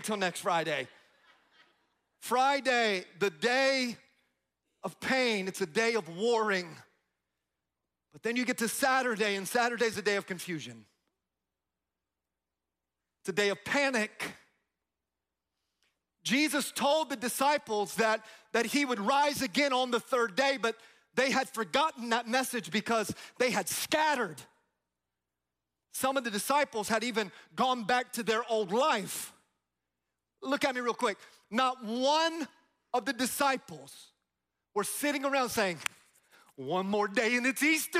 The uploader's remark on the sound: Easter At GO Church